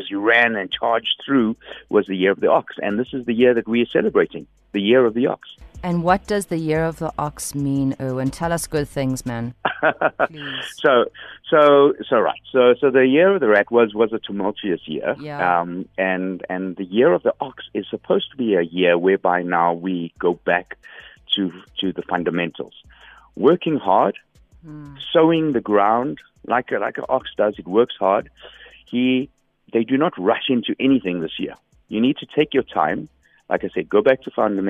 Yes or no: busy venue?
no